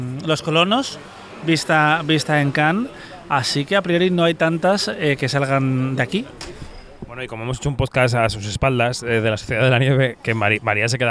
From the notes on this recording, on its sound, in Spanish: En nuestro último episodio desde el Lido -grabado en el final de una cena en la que abundan los tartufos y los negronis.